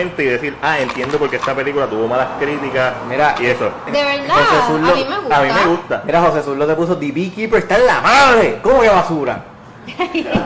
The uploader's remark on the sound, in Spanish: Este episodio lo grabamos en BURGR BLVD 868.